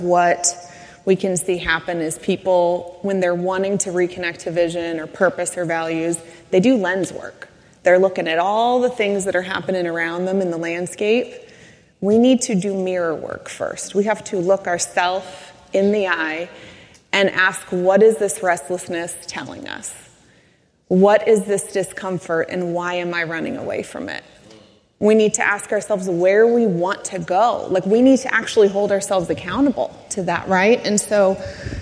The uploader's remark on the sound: The second part of a live recording from The Peak Experience.